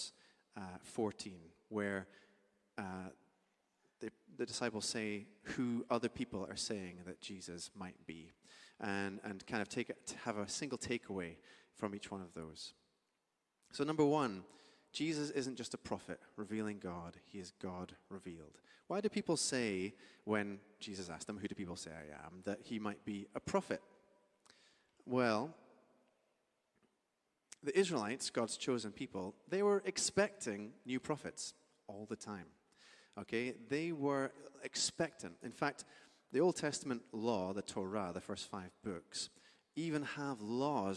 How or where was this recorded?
large echoing room